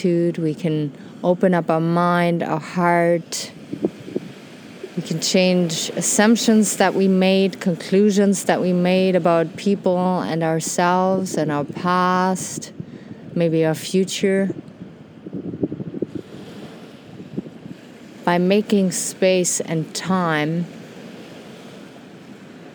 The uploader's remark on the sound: Today enjoy an episode recorded on a black sandy beach in Mexico.